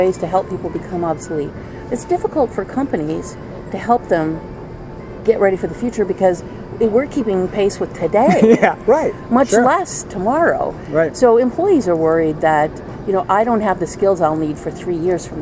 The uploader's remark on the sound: Recorded LIVE from SuccessConnect 2015 in Las Vegas. Sat down at SuccessFactors customer conference SuccessConnect.